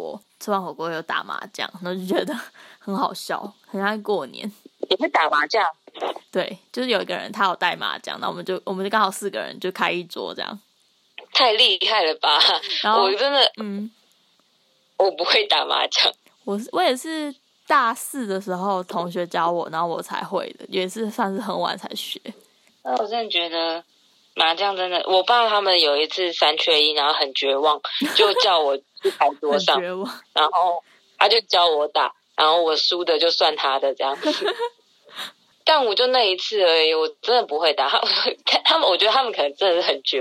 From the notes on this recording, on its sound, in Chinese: 第一次嘗試電話錄音，希望音質不會太糟